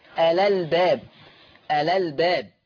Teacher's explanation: كلمة الألباب فيها نقل، فهتبقى لام مفتوحة، ألا الباب، ألا الباب.